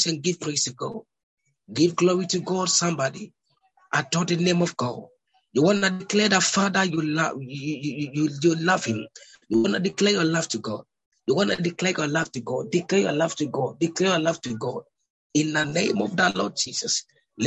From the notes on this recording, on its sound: Zoom meeting